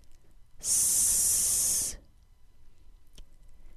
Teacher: To create the S sound, the front of the tongue is placed close to the tooth ridge. The tooth ridge is that bump right behind your top front teeth.